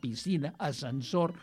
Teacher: Hi ha qui diu que piscina s'ha de dir simplement amb una S sorda